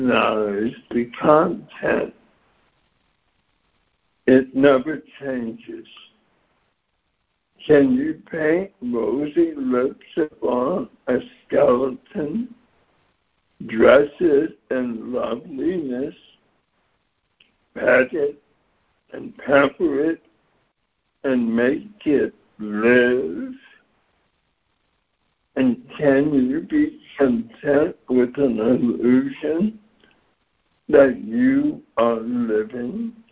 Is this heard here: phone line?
yes